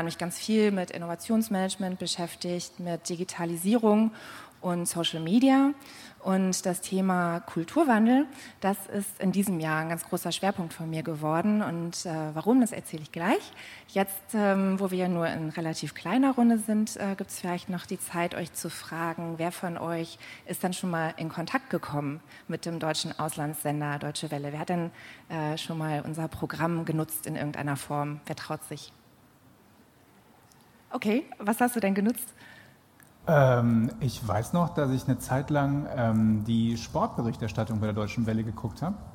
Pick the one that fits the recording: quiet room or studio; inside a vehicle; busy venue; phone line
busy venue